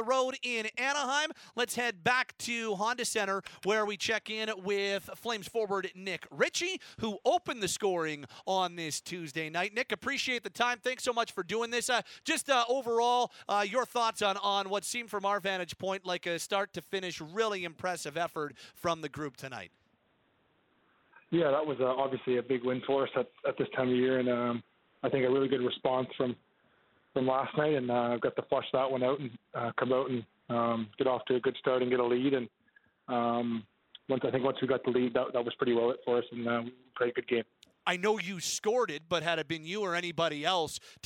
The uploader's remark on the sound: we open up the Phone and Text lines